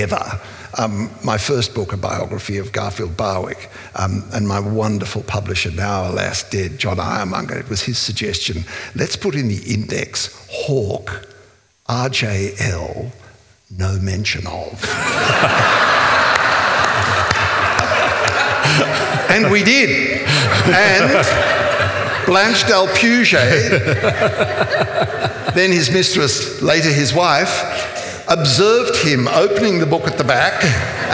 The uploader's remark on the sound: This is a live recording from our event.